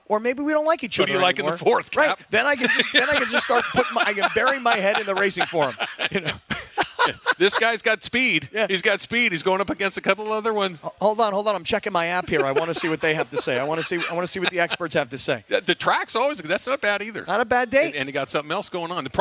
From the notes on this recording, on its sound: live from Hollywood Park Casino